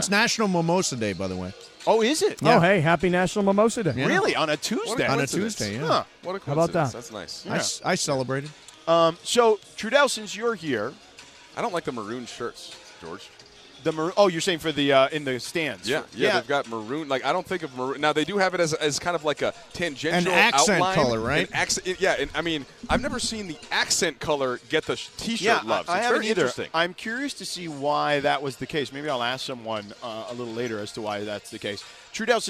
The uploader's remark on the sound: Live from the Arena in Denver. Is here in Studio!